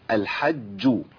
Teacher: أيوة لازم أبين قوة الجيم شدتها. الجيم حرف مقطوع النفس والصوت. الحج، ما قولش الحج.